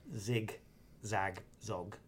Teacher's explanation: The it goes sort of from the back of your throat, back of your mouth to the front. And so when you end in a zog, your lips are sort of pursed at the front. And it's a bit weird to go back, zog, zig.